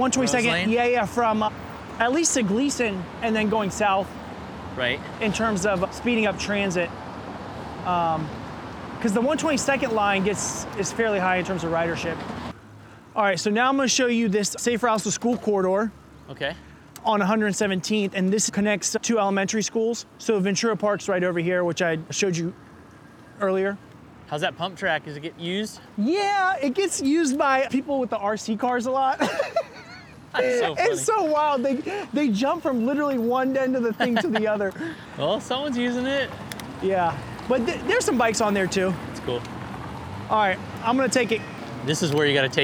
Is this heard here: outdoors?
yes